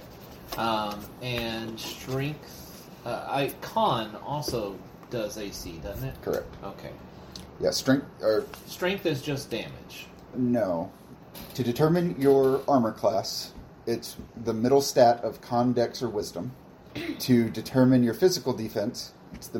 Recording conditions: phone or laptop microphone